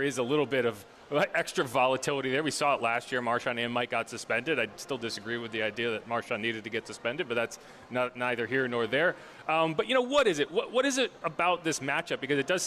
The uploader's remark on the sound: LIVE from the Dome.